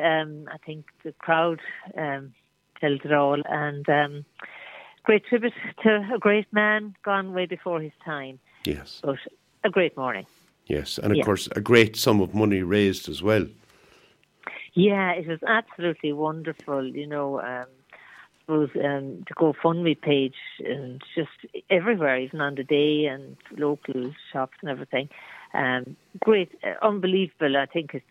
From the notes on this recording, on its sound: is joined on the phone by Flagmount Killanena correspondent